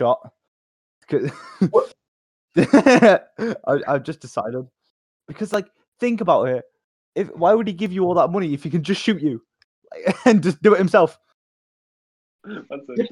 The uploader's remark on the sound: It cuts off bits of audio but that's just a part of the chaos.